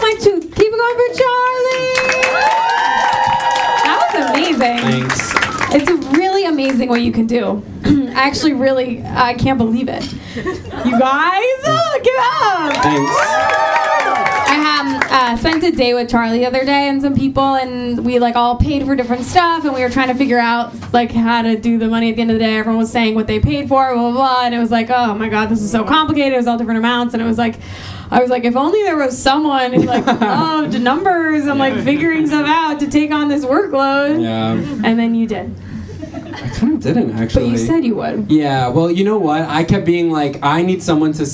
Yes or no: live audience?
yes